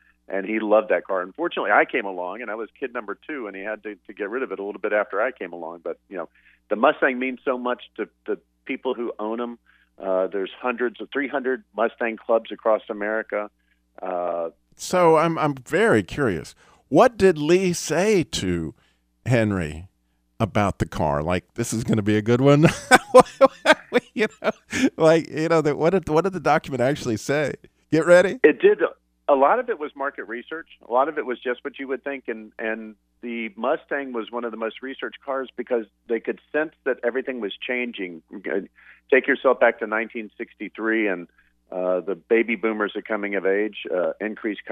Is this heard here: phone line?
yes